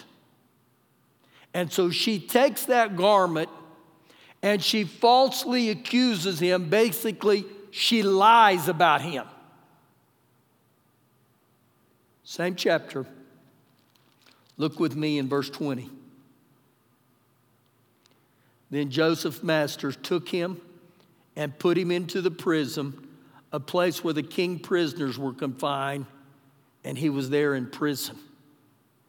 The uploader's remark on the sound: Recorded live during our Sunday morning service.